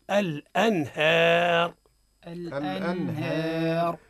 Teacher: أظهرنا النون من غير غنة · Term: الإظهار